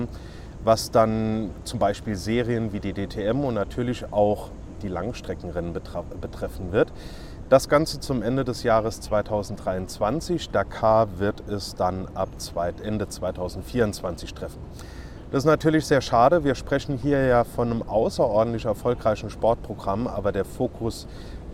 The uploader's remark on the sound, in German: aufgenommen bei herrlichem Wetter im Central Park in New York